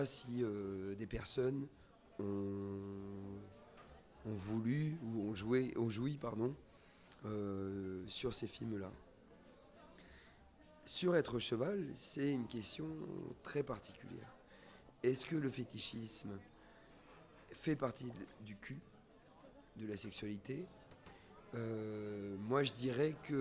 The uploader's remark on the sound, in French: au cinéma Nova le 14 Novembre 2016 durant le festival Pink Screens